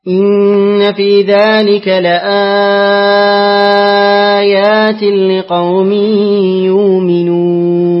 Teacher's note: ثم مد البدل مع مد العارض